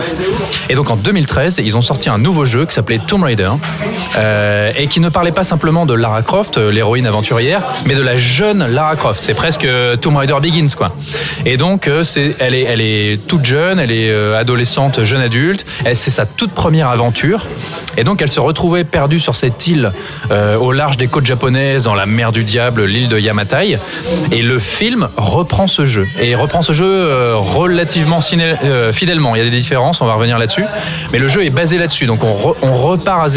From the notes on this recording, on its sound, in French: Enregistré au Hurling pub (8 Rue Descartes, 75005 Paris), le vendredi 16 février 2018.